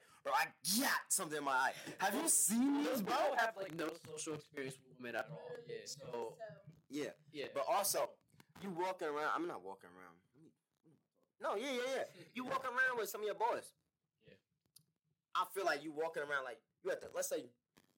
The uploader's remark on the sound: Apologies in advance for the poor mic quality as we had some technical difficulties.